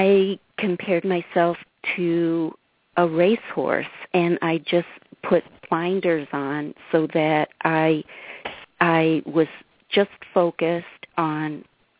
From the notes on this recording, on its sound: concerns from live callers